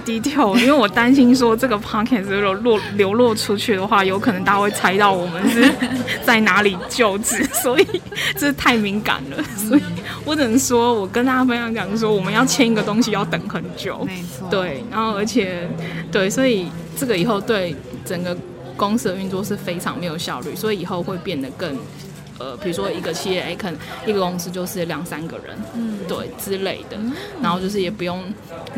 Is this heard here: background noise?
yes